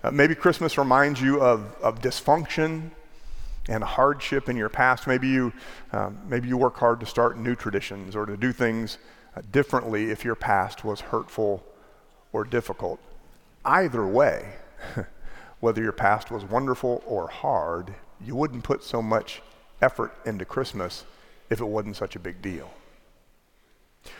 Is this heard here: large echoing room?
yes